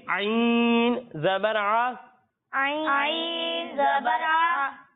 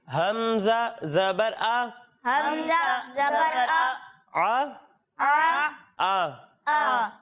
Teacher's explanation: جب ہم عین کی ادائیگی کریں گے تو اسے حلق کے درمیانے حصے سے پڑھیں گے، اور جب ہم حمزہ کی ادائیگی کریں گے تو اسے حلق کے نچلے حصے سے پڑھیں گے